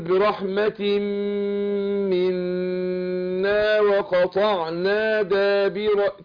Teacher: إدغام التنوين برحمة والنون المشددة تاخدون حركتين، فأقول برحمة منا وقطعنا دابر كده.